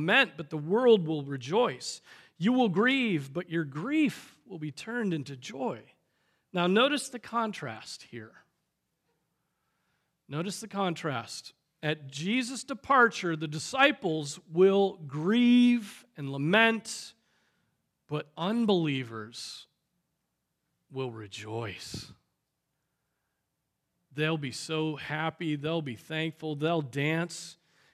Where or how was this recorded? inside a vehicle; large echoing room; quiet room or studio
large echoing room